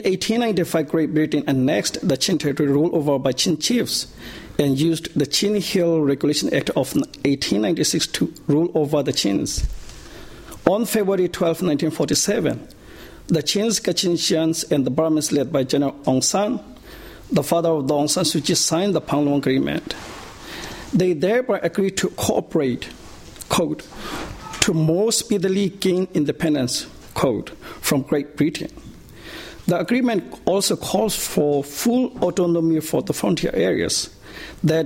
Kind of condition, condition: setting, large echoing room